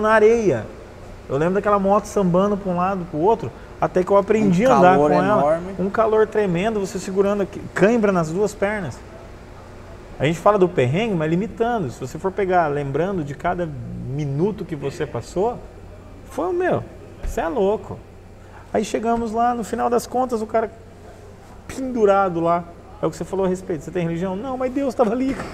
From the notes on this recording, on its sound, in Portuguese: Gravado em 05/07/2021 no Hell’s Dogs Motorcycle Bar - Foz do Iguaçu/PR